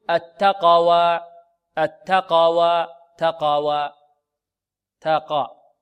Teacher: إمالة القلقلة إلى الفتح، وإعطاء القاف مرتبة أقل من مرتبتها في التفخيم، أو أنهم يأتون بالتفخيم في القاف ضعيفا.